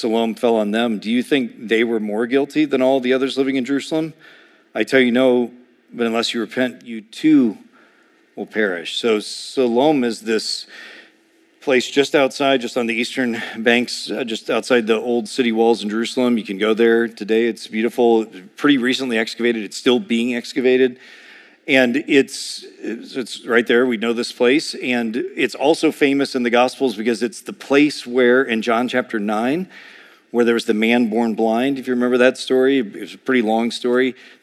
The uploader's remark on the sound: A sermon preached